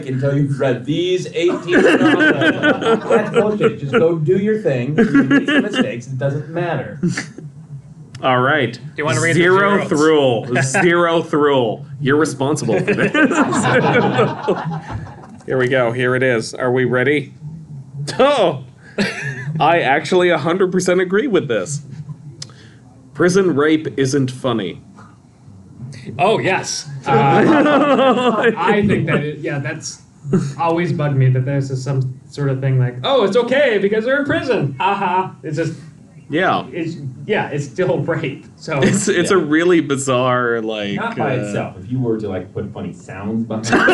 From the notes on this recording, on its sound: our first live recording